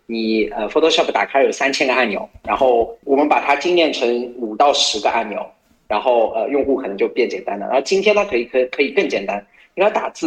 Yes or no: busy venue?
no